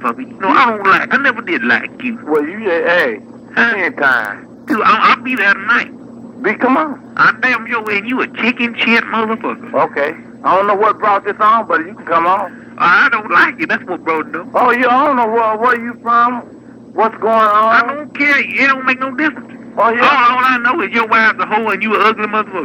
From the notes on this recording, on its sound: RBCP's Personal Prank Phone Calls Collection